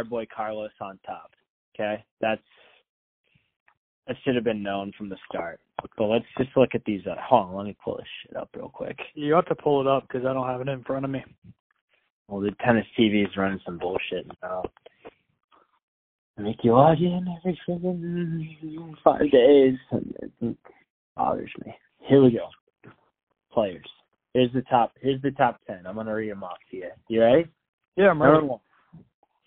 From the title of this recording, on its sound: Phone Call